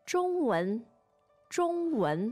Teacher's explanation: the tones on 中文 are first and second